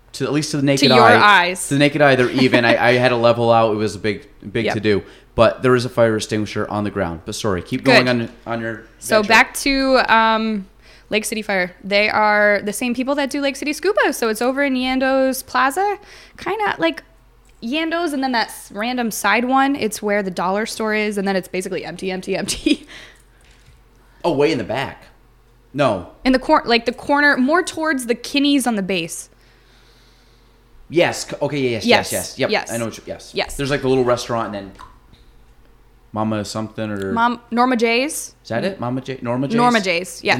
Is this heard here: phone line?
no